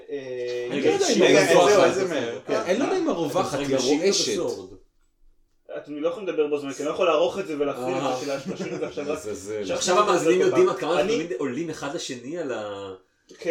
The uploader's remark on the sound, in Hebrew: אה, ומכיוון שכולם כבר היו באותו המקום, אז הקלטנו פרק לא-ערוך עם איכות סאונד מעפנה.